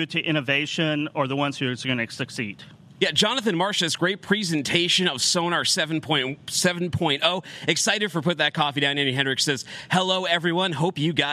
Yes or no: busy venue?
yes